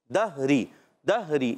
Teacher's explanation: ہا حلق کے درمیان والے حصے سے